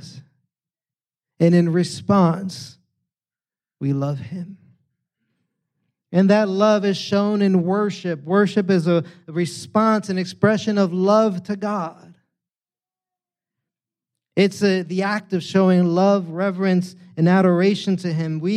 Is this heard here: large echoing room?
yes